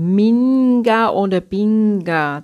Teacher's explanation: Das G ist nicht hörbar hier, Nase ist frei, Zunge ist locker unten an den Schneidezähnen. Der hintere Zungenrücken ist etwas angehoben. Zungenrücken und weicher Gaumen sind spürbar bei der Lautierung.